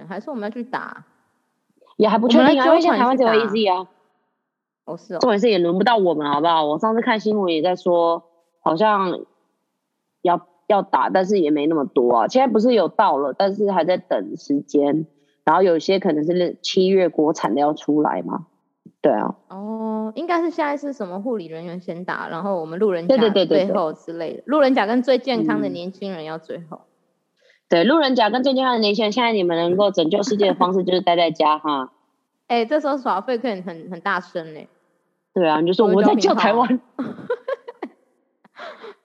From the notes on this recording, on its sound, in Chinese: 因為疫情的關係無法見到彼此，所以在疫情緩和之前我們都會使用遠端錄音，音質可能沒有在錄音室（儲藏室XD）錄得這麼好。